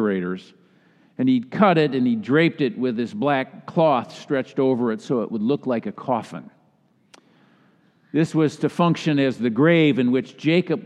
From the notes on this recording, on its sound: delivered during the Traditional Worship service.